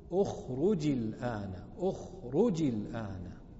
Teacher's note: الجيم واللام، وليس همزة الوصل، لأن همزة الوصل تسقط في الدرج